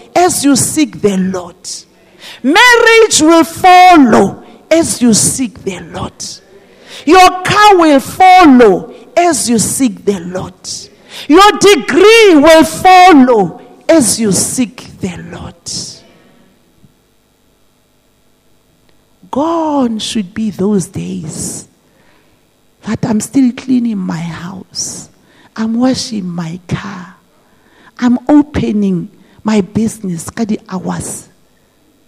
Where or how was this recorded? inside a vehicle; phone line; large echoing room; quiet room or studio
large echoing room